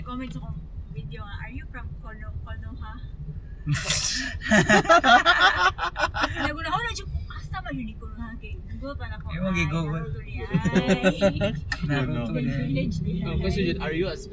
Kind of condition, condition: setting, inside a vehicle